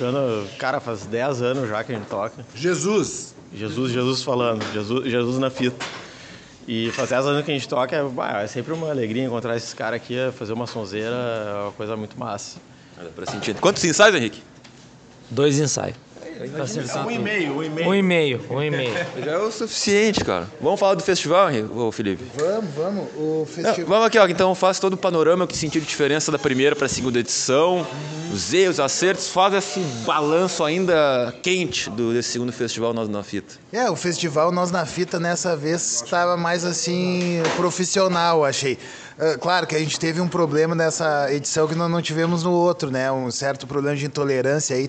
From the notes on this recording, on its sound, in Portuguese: mostra os bastidores do 2° Festival Nós Na Fita de Música Independente, realizado no último sábado (1) no Caos Bar, em Porto Alegre/RS